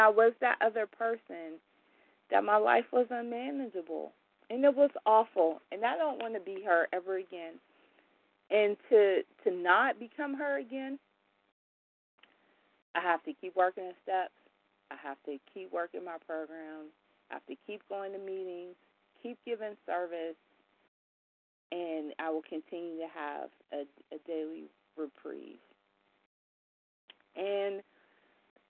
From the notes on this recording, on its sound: 100 Pounders Phone Meeting